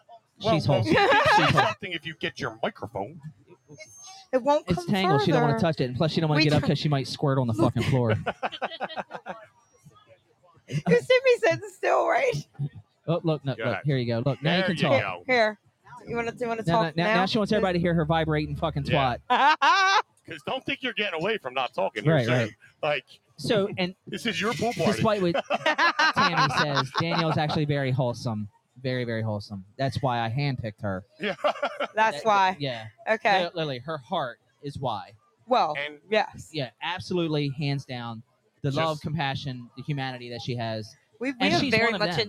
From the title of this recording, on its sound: LIVE from the TPA pool